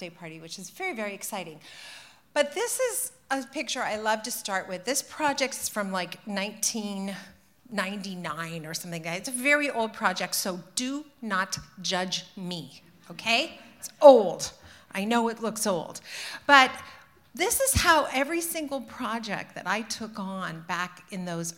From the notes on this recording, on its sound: Live at IDS Toronto. Spoke to a sold-out crowd.